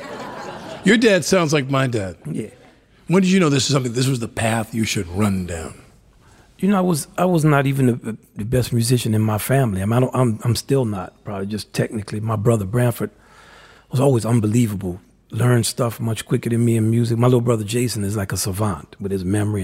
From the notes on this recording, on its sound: In front of a live audience at JALC's Rose Hall.